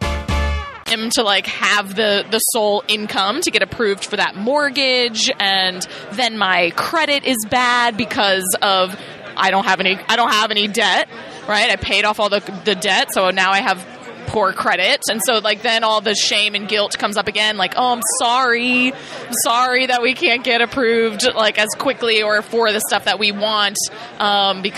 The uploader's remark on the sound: This episode was recorded at Podcast Movement in Chicago so we were all physically in front of one another.